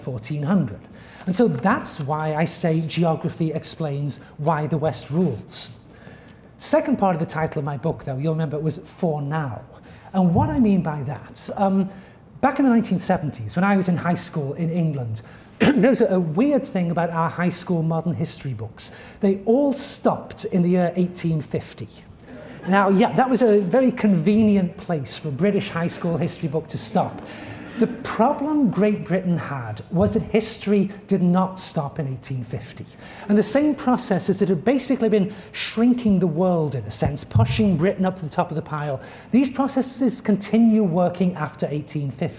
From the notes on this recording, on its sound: At the Oriental Institute. This audio recording was originally presented as an illustrated lecture.